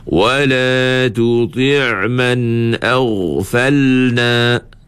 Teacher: Kerana huruf ghain tidak ada qalqalah.